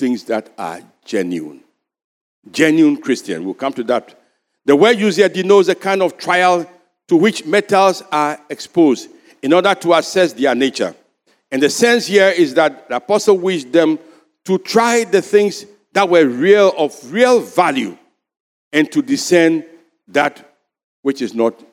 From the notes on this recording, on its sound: Sermon preached at CBC Shiashie Campus